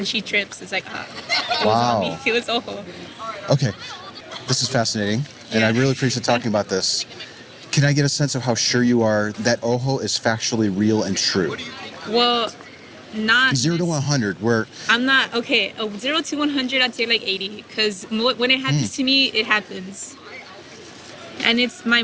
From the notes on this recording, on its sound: Location: San Antonio, Texas. Just as we began to make some progress, our chat was cut short by my third interruption of the day. Recorded w/Go-Pro.